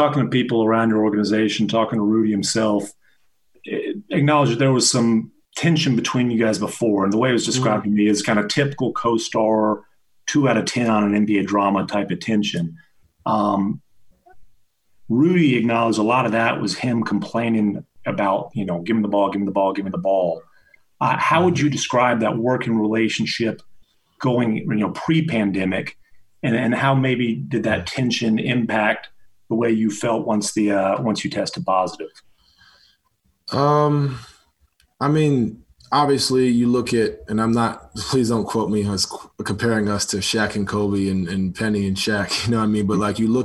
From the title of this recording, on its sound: Zoom Media Teleconference